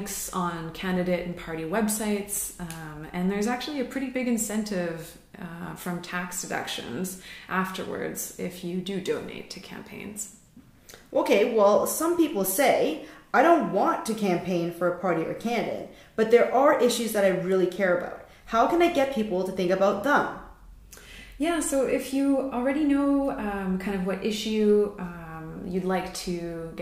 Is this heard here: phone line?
no